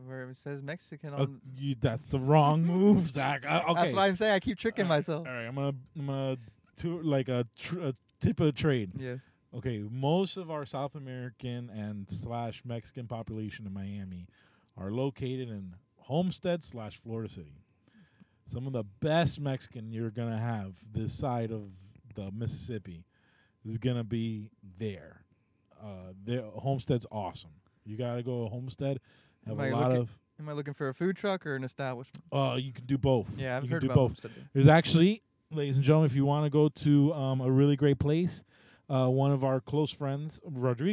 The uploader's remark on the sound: we are in the car